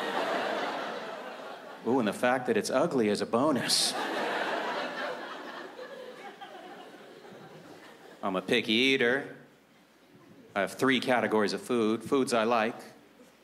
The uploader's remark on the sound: took place at the Just for Laughs Festival in Montreal, Quebec, in 2014